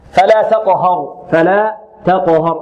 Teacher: رقق التاء نفخم القاف، نرقق الهاء نفخم الراء